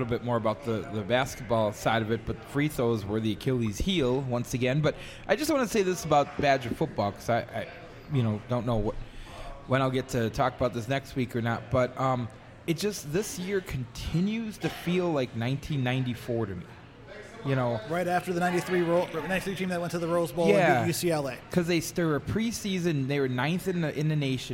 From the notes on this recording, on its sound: We are LIVE from Bierock on Tuesday night.